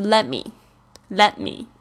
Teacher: 这个声音。Please，不要念成 please 或者 police，这个都是错误的发音。Please。Letme，好，这边呢特别要注意到两个辅音之间呢，前面的这个辅音是会被弱化。那这个辅音就是 t 这个声音呢，其实好像就是舌头抵住，而没有爆发出来